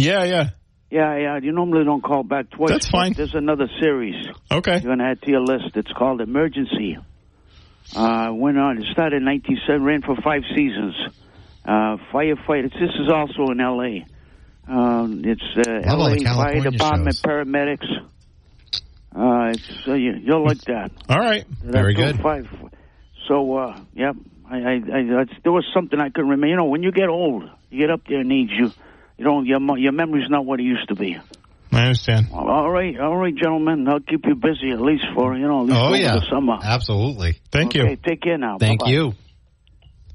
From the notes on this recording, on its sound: take calls and app chats from the audience